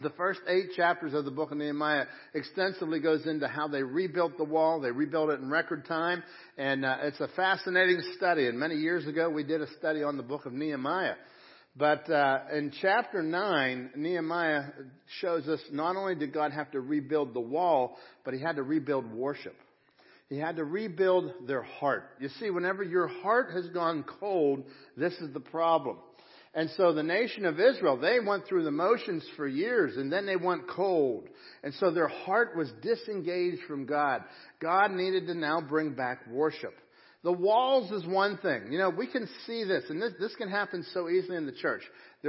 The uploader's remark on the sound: Crossroad Ministries Live Service